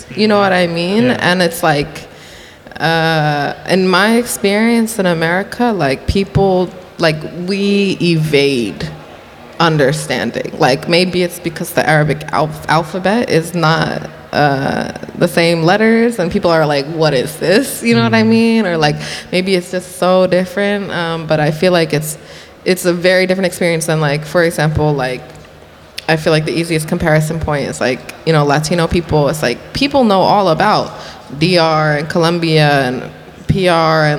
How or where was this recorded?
busy venue